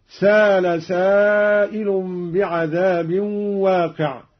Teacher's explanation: قرأ قالون بدون همز